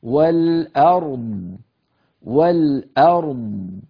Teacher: الضاد المكسورة تصبح ساكنة والراء قبلها ساكنة